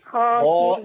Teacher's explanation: أي خاء عليها فتحة وبعديها ألف فخاميها قوي